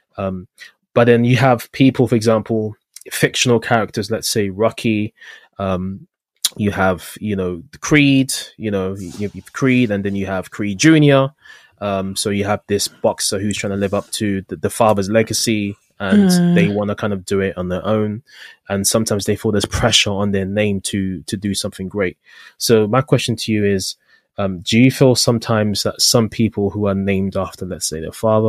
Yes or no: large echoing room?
no